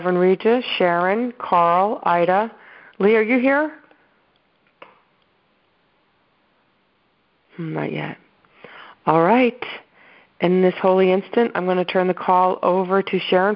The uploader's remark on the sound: ACIM Daily TEXT Conference Call